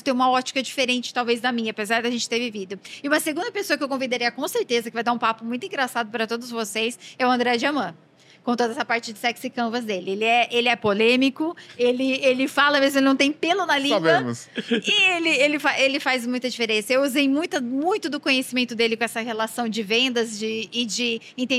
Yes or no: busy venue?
yes